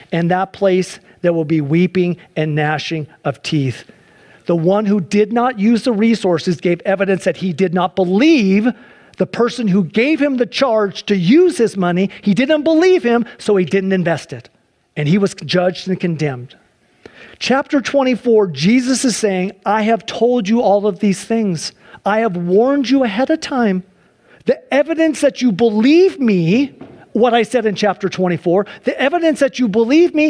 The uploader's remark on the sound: Sunday church service livestream